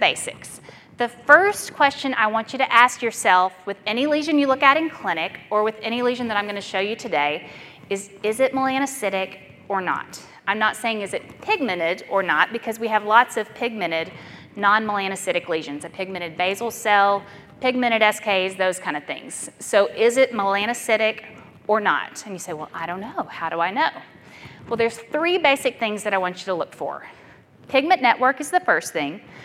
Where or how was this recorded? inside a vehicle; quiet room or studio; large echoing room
large echoing room